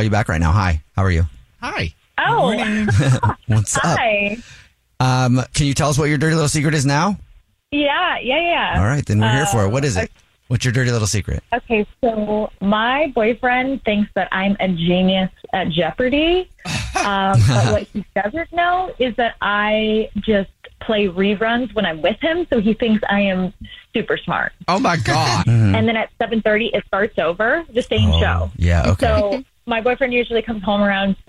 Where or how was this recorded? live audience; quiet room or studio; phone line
phone line